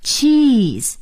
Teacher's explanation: 这是长音的 e，咱们的嘴呢要向两边咧